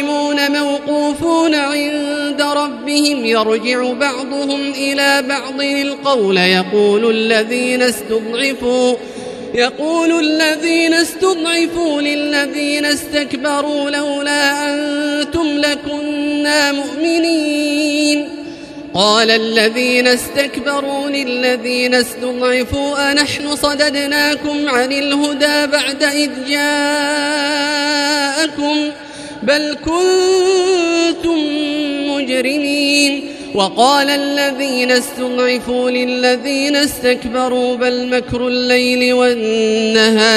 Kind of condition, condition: setting, large echoing room